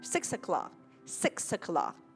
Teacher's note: nó đọc nối cái âm 6 với âm a ha. 6 và nối với âm a thành 6er.